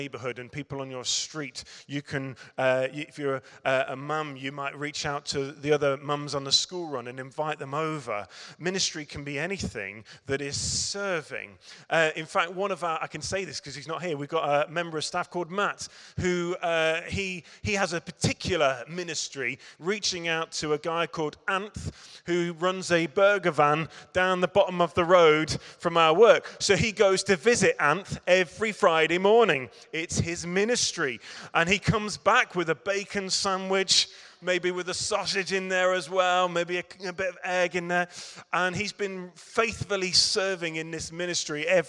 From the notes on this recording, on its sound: Recorded at Middlesbrough Community Church.